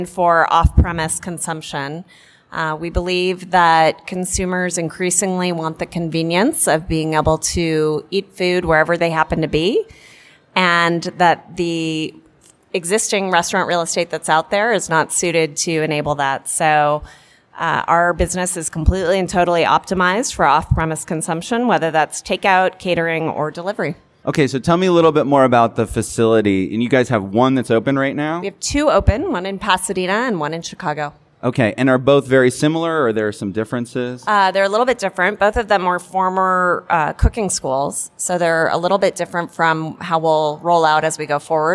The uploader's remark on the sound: Portions of this episode were recorded live in front of a studio audience at Las Vegas Convention Center during ICSC RECon 2019.